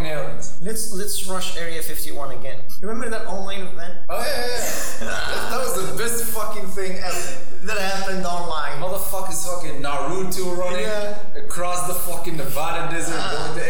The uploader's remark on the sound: We do kind of apologize for the sound quality, we are trying our best on a zero budget.